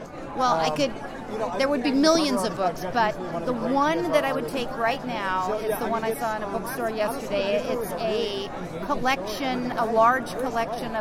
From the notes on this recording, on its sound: asks authors and attendees at the 2015 Books by the Banks festival